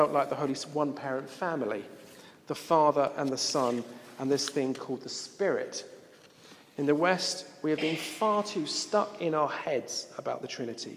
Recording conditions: live audience